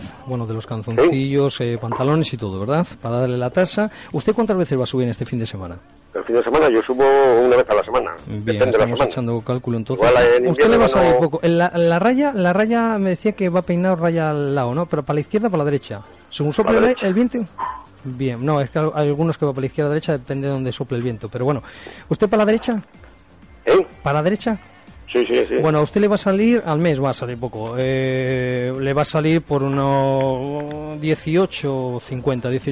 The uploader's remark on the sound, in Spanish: Bromas telefónicas en directo